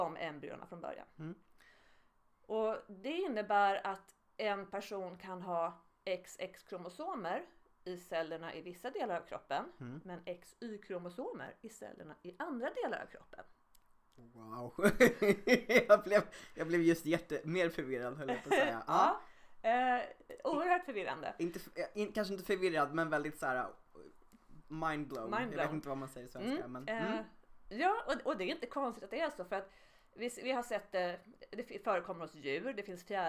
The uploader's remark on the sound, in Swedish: Ljudet på själva konversationen i detta avsnitt är lite lågt, detta för att ljudansvarig inte riktigt lärt sig det här med ljudnivåer ännu.